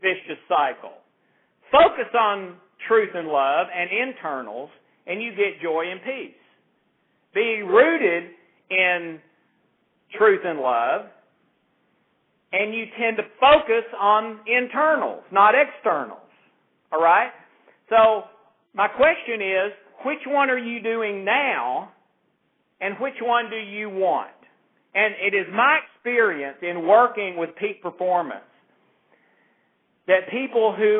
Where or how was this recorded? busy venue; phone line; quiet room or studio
phone line